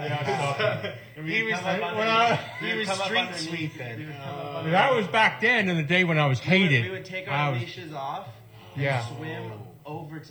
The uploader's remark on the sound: live from his surf show in Santa Cruz